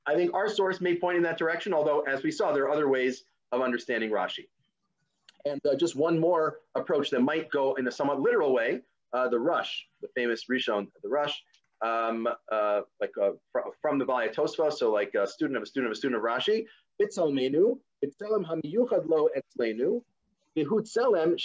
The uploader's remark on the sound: This audio was originally captured from Zoom